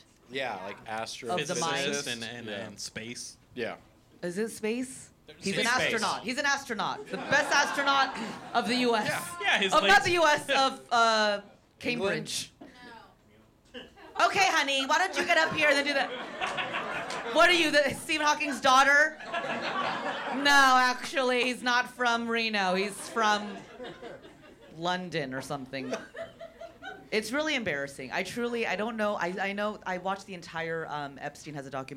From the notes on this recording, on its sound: Filmed live at the Hollywood Improv in Los Angeles, CA on January 5th, 2024.